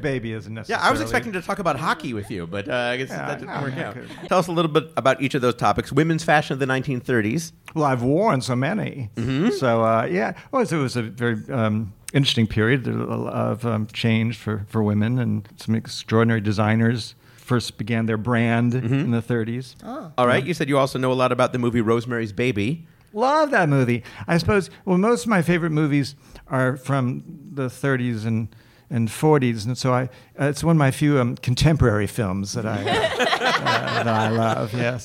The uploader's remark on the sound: The show was recorded at Caveat in New York City. The show was recorded at Caveat in New York City.